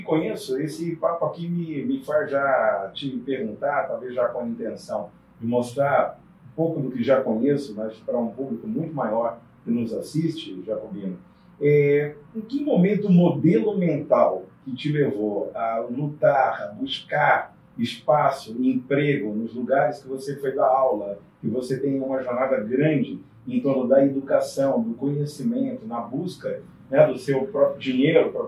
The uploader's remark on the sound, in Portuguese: Pedimos desculpas pela qualidade do áudio